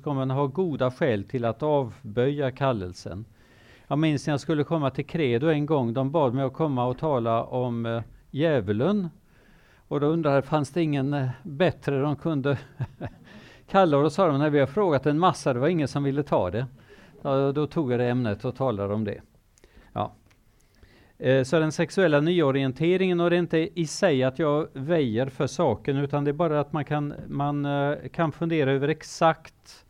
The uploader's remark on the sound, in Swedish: Föreläsningen är en inspelning från bibelkonferensen 2019.